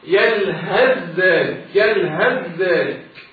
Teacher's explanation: لما وصل الكلمتين ببعض سأضغم الثاء في الذال